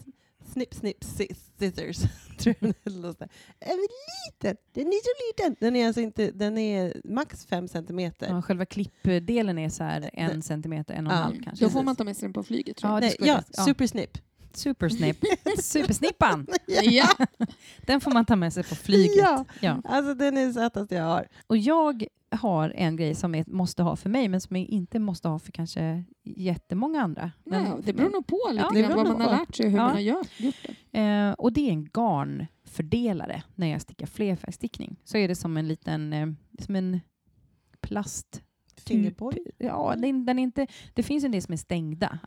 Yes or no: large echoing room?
no